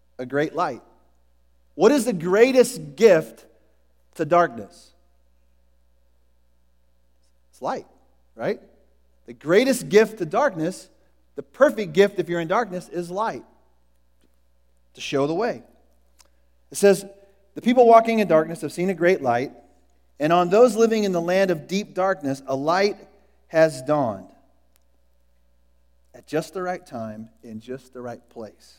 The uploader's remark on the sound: Was recorded at The Calling Community Church located in Platte City, Missouri. Services are held at the Platte County High School Auditorium.